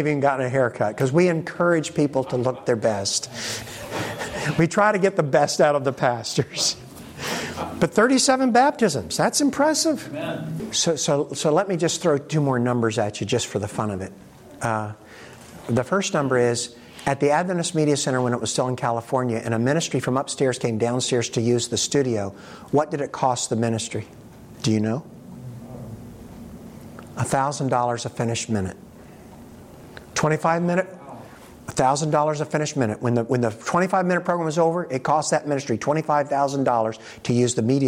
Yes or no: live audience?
yes